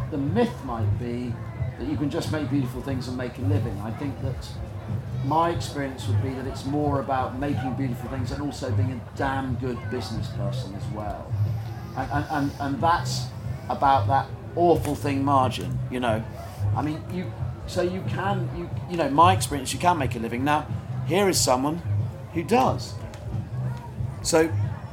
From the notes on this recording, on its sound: In front of a live audience at The Good Life Experience.